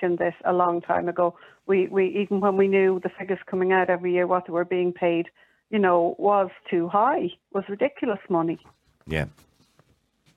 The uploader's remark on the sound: opens the phone lines